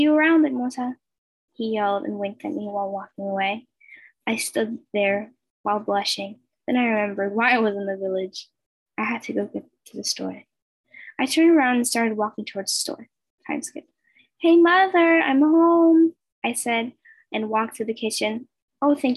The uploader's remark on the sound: I recorded this on zoom super sorry if its loud or bad quality!